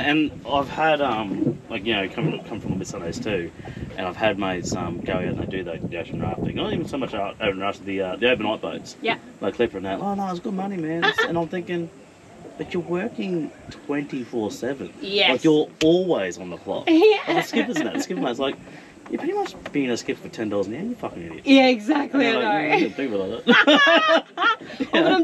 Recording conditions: wind noise